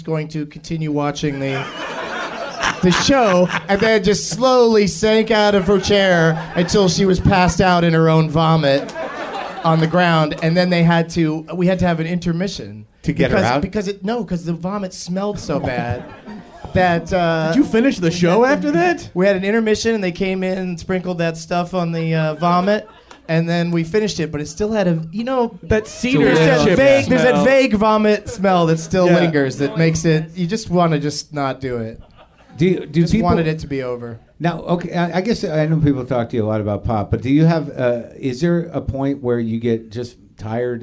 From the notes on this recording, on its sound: Live at UCB LA. Which is weird because it's not a very big stage. Taped in front of a live audience.